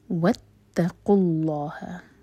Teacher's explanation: اللہ تعالیٰ کے نام میں جو لام ہے اس کو منہ بھر کر پڑھا جائے گا